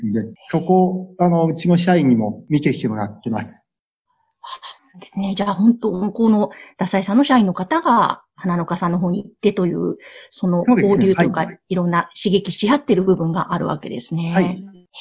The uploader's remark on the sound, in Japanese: Zoom・オンラインでインタビューをさせて頂きました。